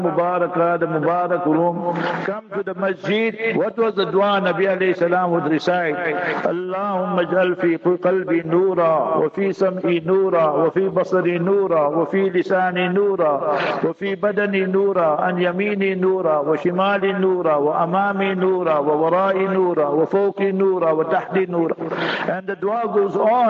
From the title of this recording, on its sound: Jumah Lecture at Rainbow Masjid